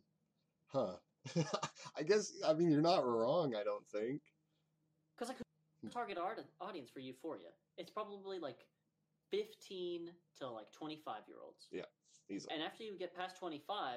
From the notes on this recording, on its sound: Apologies for the low audio.